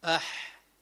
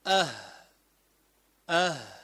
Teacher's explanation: لو قلت أه أه الهاء أه، تقف عند آخر الحلق، أقصى الحلق بسموه، من أسفل يعني، هذا العنق في جوا الحلق عند آخره، تقول أه أو أح أيضا من أسفل أح. فإذا ولكن ترى أن الحاء أعلى من الهاء قليلا